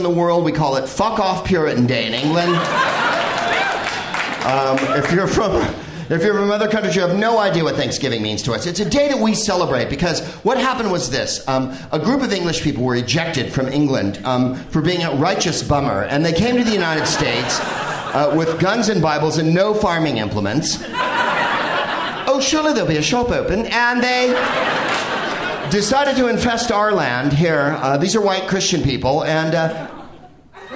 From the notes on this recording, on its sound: Live from the Bell House in Brooklyn